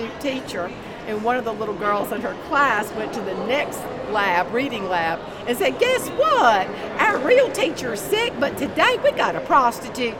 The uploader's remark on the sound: LIVE From CPE 2022!